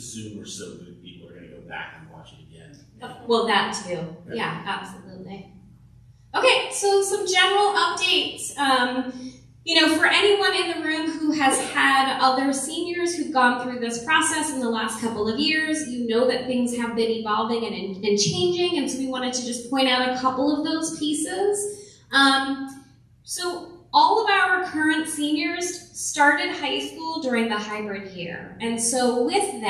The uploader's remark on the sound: we release the audio from our College Kick Off meeting for parents and their seniors